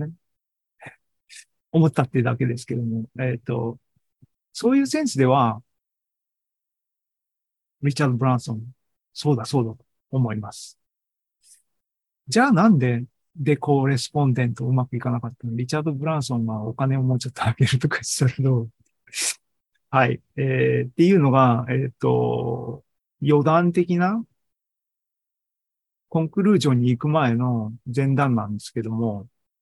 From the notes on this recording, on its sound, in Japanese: ２０２３年８月２６日に開催した ZOOMライブの模様です